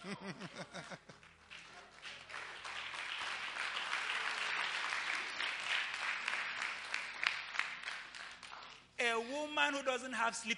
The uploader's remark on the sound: LIVE AT ABC KHALANYONI